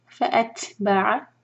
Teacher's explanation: تا پر ہمس ہوا کے ساتھ پڑھیں گے تا کو